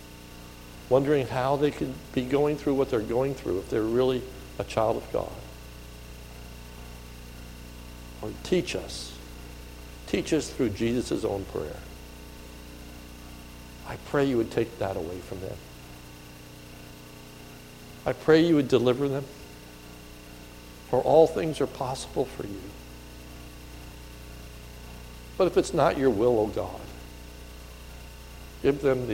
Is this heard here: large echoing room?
yes